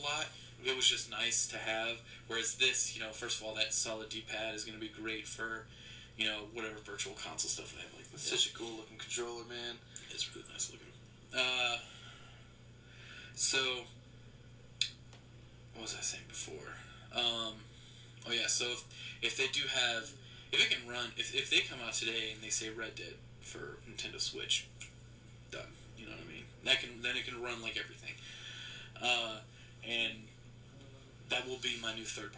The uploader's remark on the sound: I apologize for the audio quality i had recorded this on an old format that wasnt compatible so i had to jump through some hoops to get this audio for live.